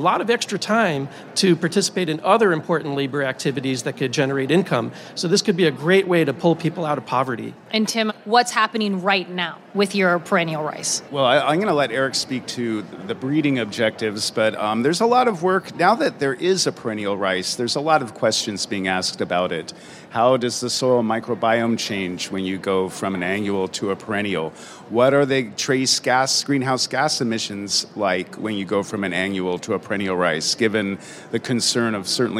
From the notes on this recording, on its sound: It's one of a series of interviews we conducted live at the 2023 Annual Meeting of the American Association for the Advancement of Science (AAAS). Live Short Wave episodes from the AAAS Sci-Mic stage.